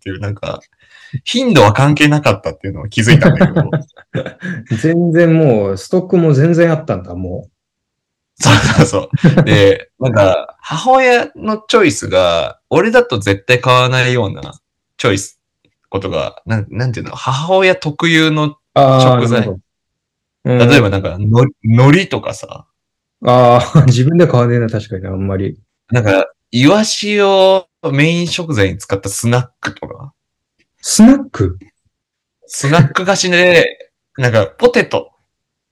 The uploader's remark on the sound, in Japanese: 今回は諸事情によりリモートでの収録です！聞こえづらくてすみません！